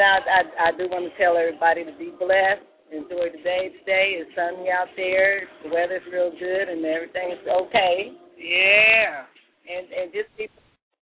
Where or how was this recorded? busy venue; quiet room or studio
busy venue